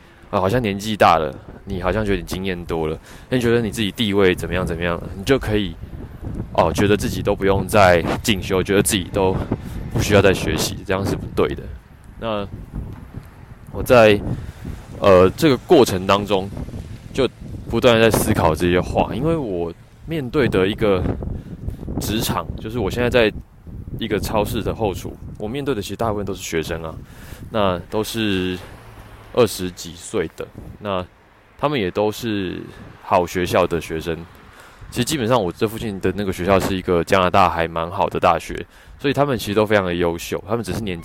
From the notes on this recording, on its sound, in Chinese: 散步聊天的單元。由於最近採取邊走邊聊的錄製形式，收音品質沒有室內那麼好，請聽者包涵。